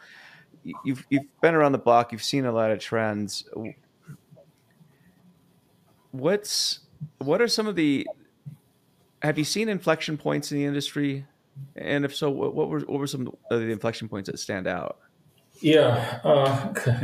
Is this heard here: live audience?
no